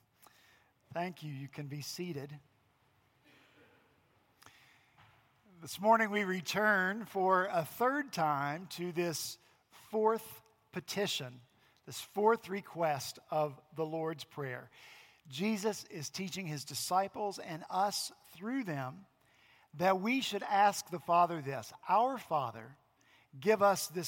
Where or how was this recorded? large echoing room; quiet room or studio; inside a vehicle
large echoing room